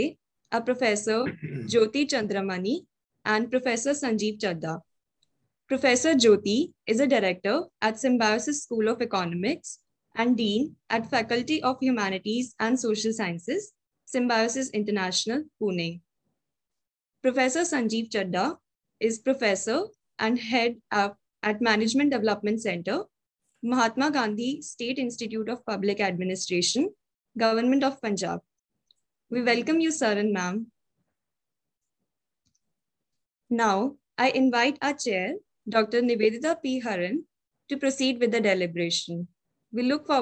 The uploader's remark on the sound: Zoom and Facebook Live